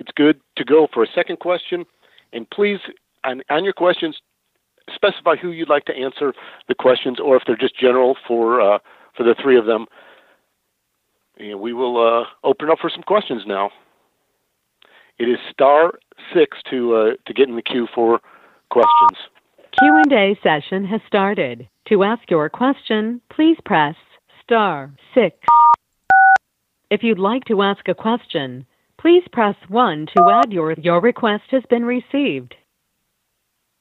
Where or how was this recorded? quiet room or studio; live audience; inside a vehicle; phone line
phone line